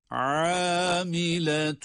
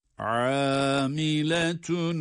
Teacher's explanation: Hem ayın boğazın ortasından hem de med yapılarak, uzatılarak okuyoruz. Amiletun. Gördüğümüz gibi bir elif miktarı uzatıyoruz ayın harfini. · Term: ayn harfi